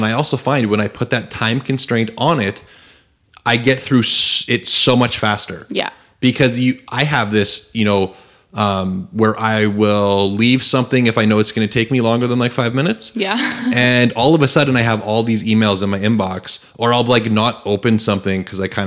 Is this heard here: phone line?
no